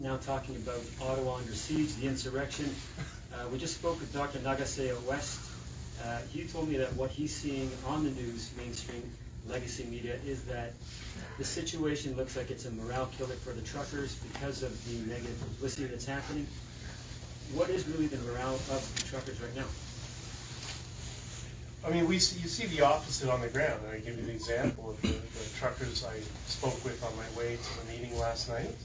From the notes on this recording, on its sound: Press conference